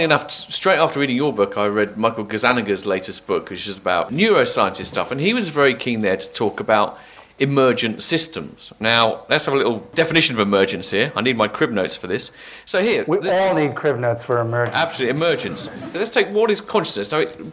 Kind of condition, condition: setting, live audience